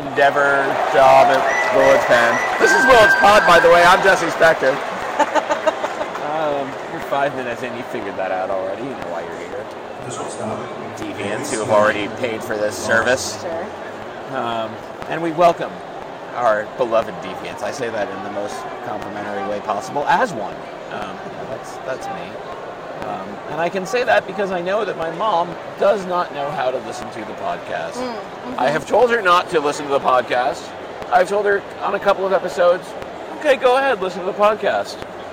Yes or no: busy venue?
yes